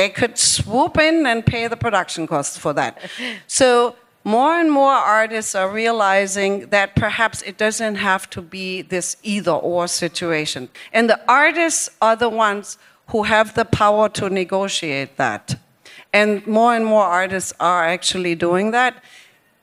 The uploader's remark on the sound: At the Armory Show's Live event last week. We present the live-recording from the Armory Show event.